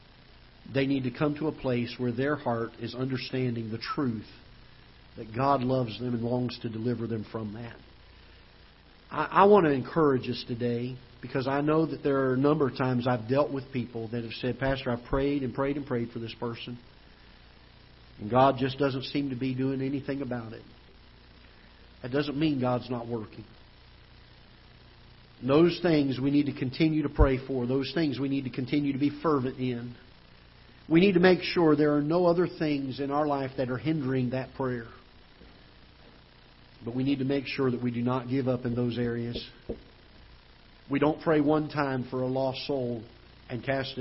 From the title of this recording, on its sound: Ketha Heights Baptist Church ~ Live Broadcast